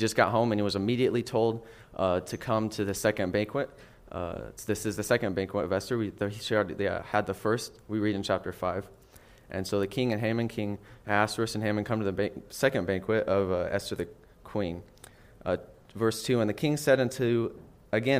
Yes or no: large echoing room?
yes